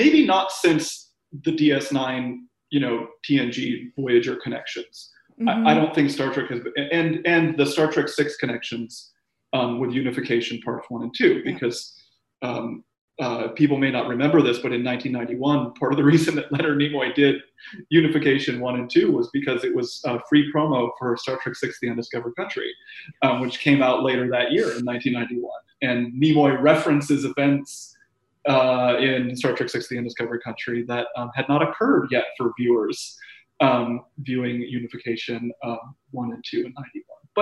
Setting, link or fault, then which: link, video call